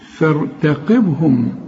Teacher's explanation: واخد بالك الف والتاء مرققين، والباء هنا قلقلة